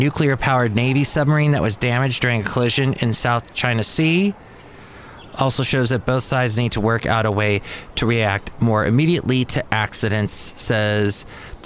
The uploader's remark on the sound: Podcasts live from Cafe Anyway.